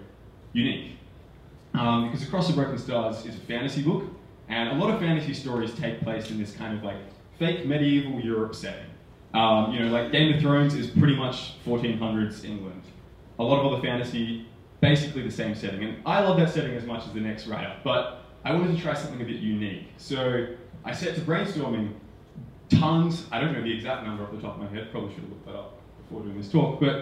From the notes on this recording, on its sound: Book Launch Party. Today's episode features the audio recording from my latest book launch.